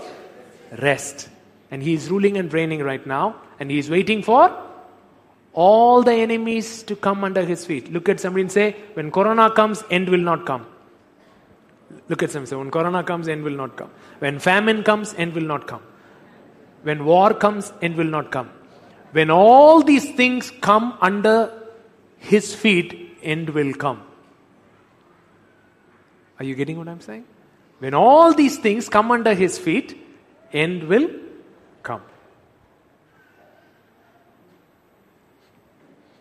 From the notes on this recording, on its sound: Live Church Service